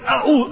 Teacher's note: الهمزة عميقة والعين أعلى منها